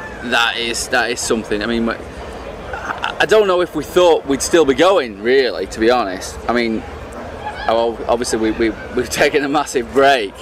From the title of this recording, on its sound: Interview at Alcatraz 2014